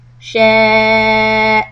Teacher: The Hamza sound is separate from the Sheen Fatha sound, and that's Madd Muttasil for Harakat.